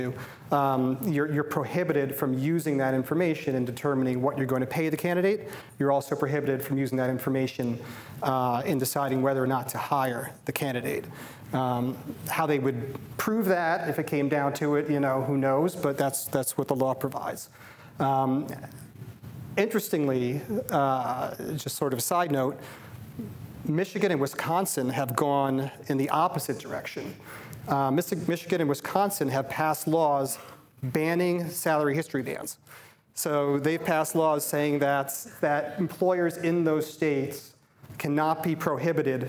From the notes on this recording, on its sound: Before a live audience at Akerman’s Labor & Employment Summit in Santa Monica, California.